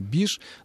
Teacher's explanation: когда «баиш» произносится очень бегло, бегло, вот в таком аллегровом темпе речи, то вместо «баиш» получается «биш»